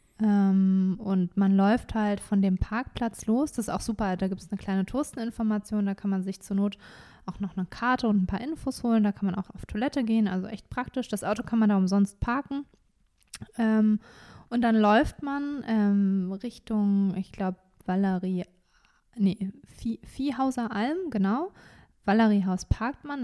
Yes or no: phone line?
no